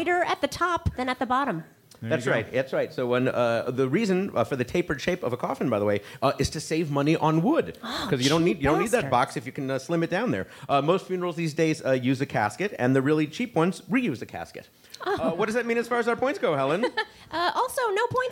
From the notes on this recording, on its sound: was recorded as part of a live open